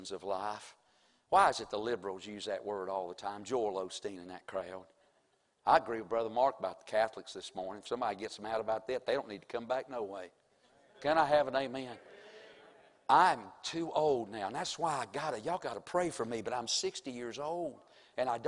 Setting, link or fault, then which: setting, large echoing room